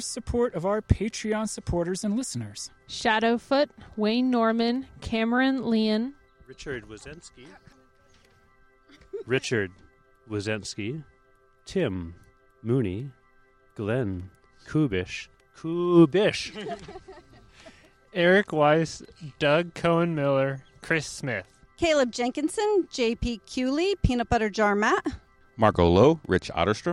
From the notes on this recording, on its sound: The Sprocket Podcast goes for a bike ride! We convinced some folks to ride with us on a blazingly hot Portland evening, and we recorded an episode along the way. At Irving Park, Colonel Summers Park, and Ladd’s Addition Park.